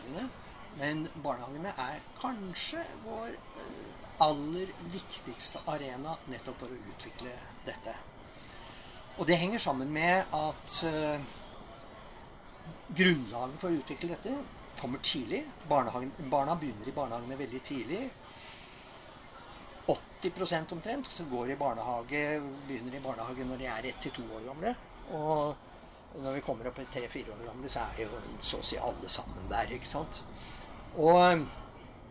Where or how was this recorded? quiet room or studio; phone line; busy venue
busy venue